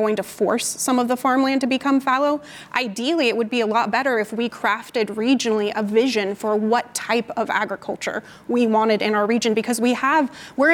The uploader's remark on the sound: This event was streamed live from the ASU California Center in the historic Herald Examiner in downtown Los Angeles on January 27, 2022